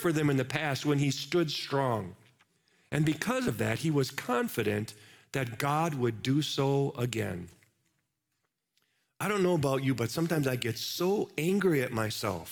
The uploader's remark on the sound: Live from our Celebration Ministry Center.